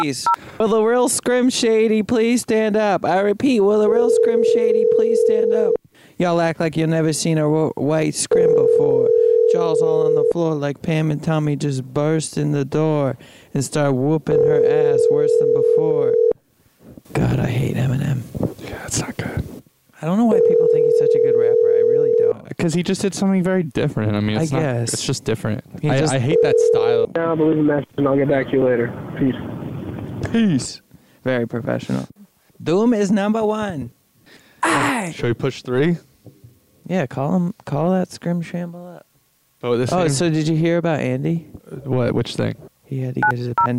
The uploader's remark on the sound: the boys get 5 people on the phone at once for the ultimate conference call